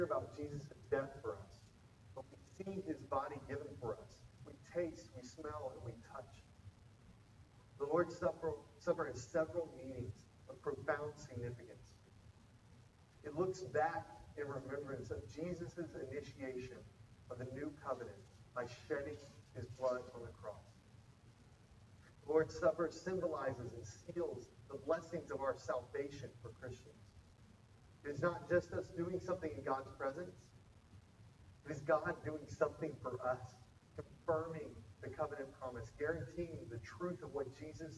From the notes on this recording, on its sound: Apologies for the audio issues this week, we are aware and correcting!